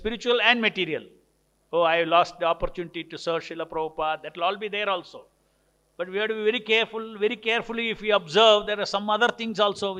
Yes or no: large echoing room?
yes